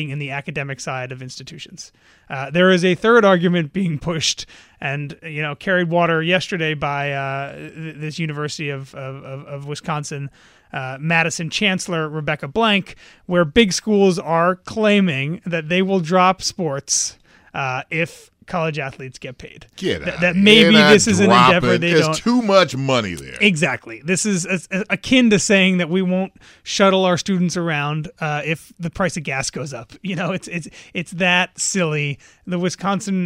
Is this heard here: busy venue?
no